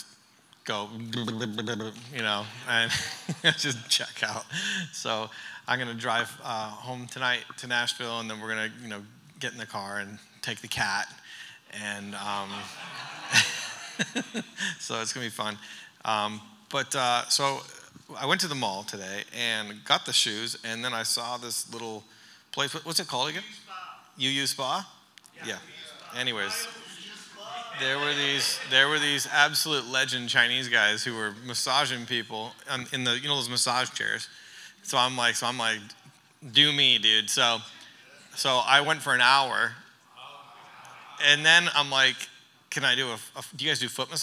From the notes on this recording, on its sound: During our final session of The Church Conference